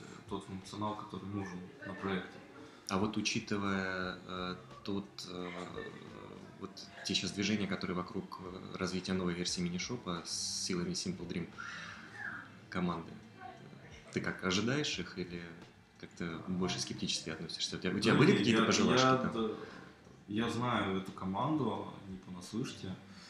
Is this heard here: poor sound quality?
yes